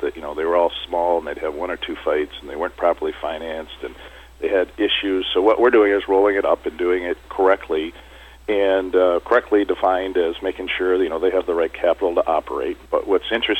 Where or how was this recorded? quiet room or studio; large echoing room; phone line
phone line